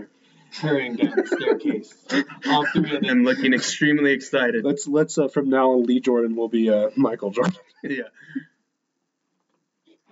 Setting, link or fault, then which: fault, poor sound quality